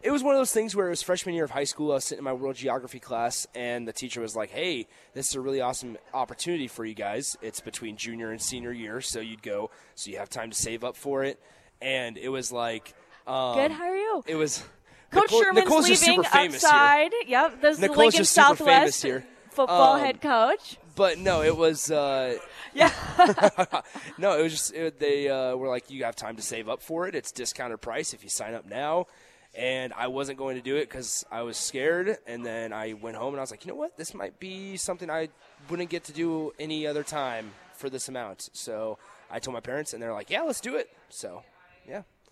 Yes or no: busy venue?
yes